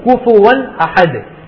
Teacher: கடைசியில் அந்த தாலும் அல் கல்கலா செய்து அந்த தாலுடைய உச்சரிப்பும் தெளிவாக சொல்லப்படுவோம்